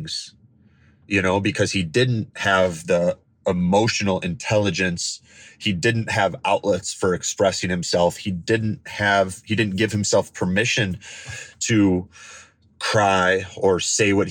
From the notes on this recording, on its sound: I recorded this, sitting in my truck, in the parking lot of the hospital about an hour after my dad passed away.